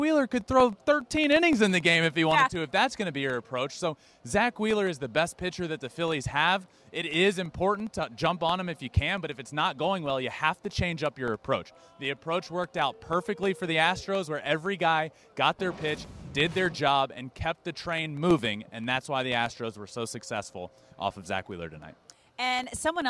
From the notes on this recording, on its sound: WORLD SERIES POST GAME SHOW LIVE FROM MINUTE MAID PARK.